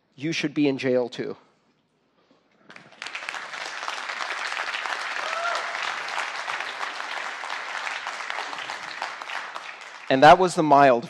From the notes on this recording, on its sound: Talk recorded on January 27th 2015, at the O'Reilly Radar Summit "Bitcoin and the Blockchain" in San Francisco, CA.